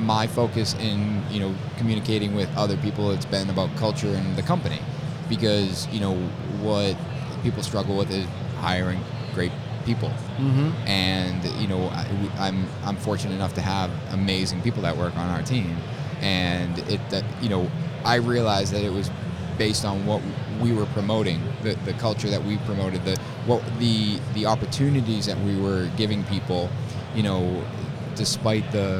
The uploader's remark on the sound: LIVE FROM IBS. This week on The Building Code we are LIVE from Las Vegas at the International Builders’ Show!